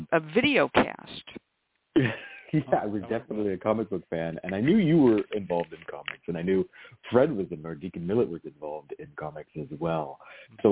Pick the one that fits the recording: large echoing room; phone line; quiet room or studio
phone line